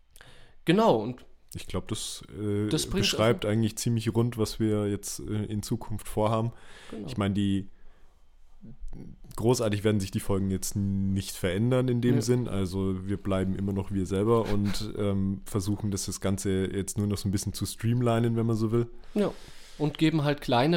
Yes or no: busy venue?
no